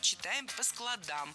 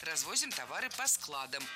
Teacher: если мы говорим, например, о чтении, то читаем по складам, ударяем окончание. Однако развозим товары по складам, ударяем корень.